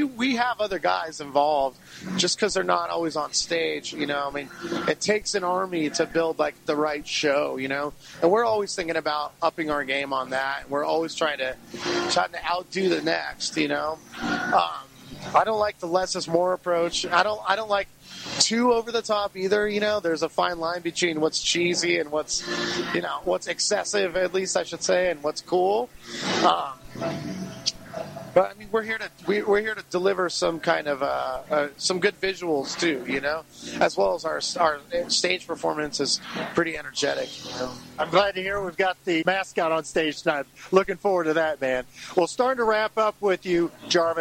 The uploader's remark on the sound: interview recorded backstage at The Masquerade in Atlanta